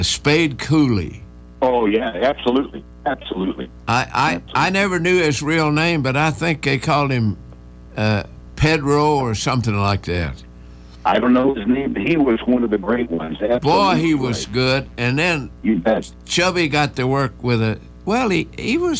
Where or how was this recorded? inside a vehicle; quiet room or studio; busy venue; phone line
phone line